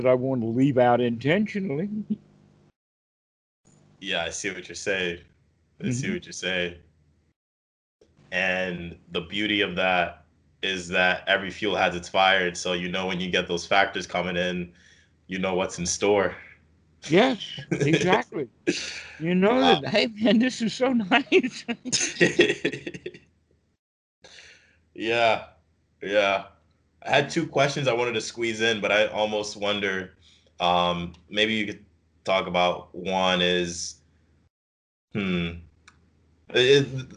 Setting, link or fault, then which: link, video call